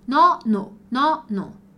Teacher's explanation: Nono, nono, una N. Sempre sem anasalar aqui e os Os bem abertos